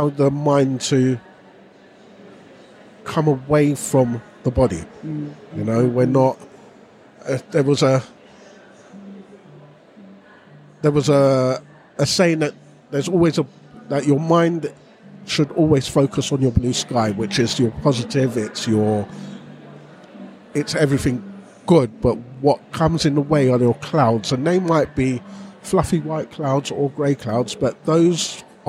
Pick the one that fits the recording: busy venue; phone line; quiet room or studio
busy venue